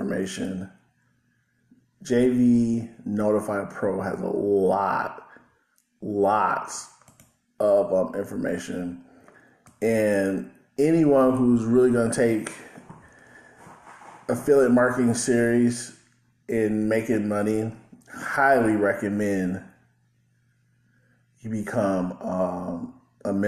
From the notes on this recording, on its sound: While trying to record for this podcast, my Tascam US-42 would not work with any of my DAW programs, so I decide to create this podcast episode with my LG smartphone.